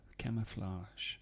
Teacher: And of course, our friend the schwa in the middle there.